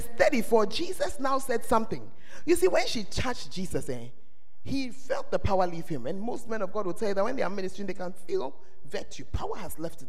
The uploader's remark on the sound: Preached at the First Love Center, Ayeduase